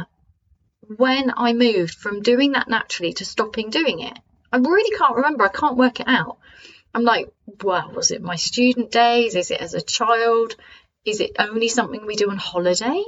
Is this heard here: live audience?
no